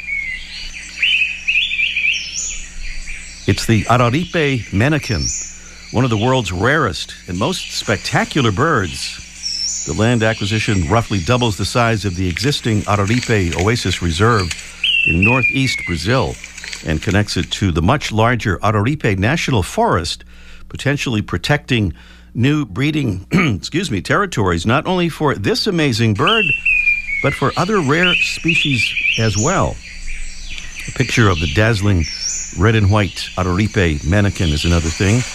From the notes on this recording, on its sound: A live report from a Christmas Bird Count.